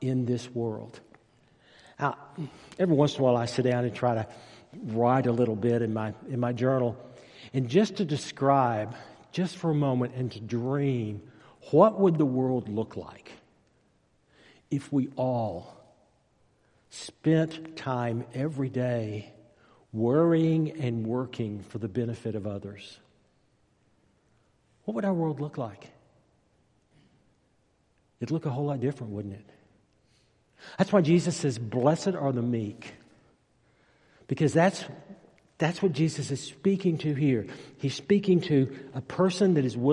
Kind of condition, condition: setting, large echoing room